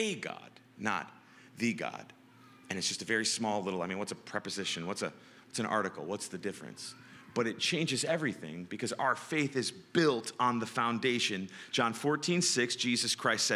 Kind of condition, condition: setting, large echoing room